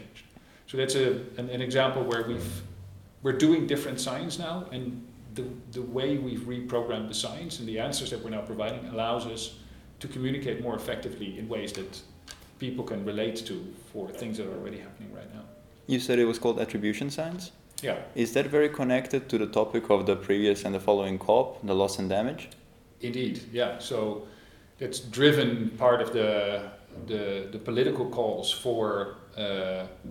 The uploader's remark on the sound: This special episode of GreenTalks was recorded at the TechMed event at the University of Twente